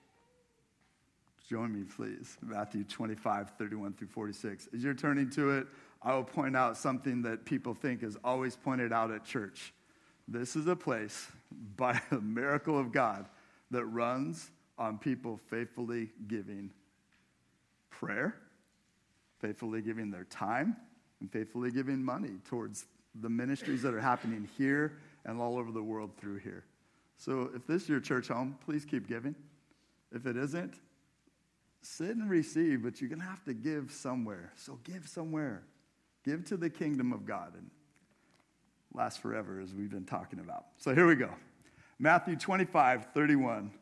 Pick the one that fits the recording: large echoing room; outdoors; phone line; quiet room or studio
large echoing room